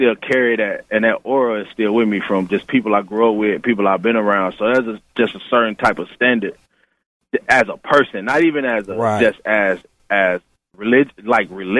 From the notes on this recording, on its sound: Phone interview.